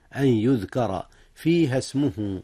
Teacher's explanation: مساجد الله أن يذكر، هنا إدغام بغنة، أدغمت النون في الياء